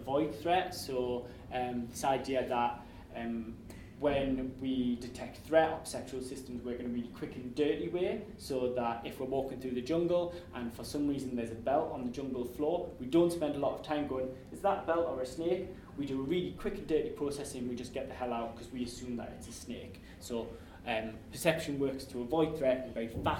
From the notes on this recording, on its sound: This podcast was recorded on Thursday 12 March 2015 as part of the Hearing the Voice Lecture Series.